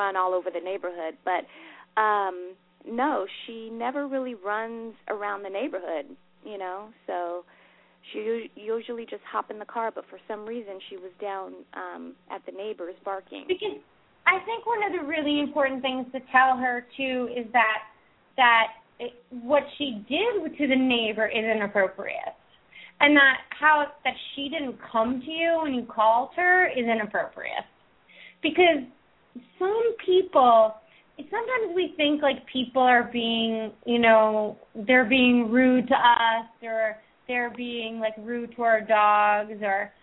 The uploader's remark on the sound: open up the lines for listeners to call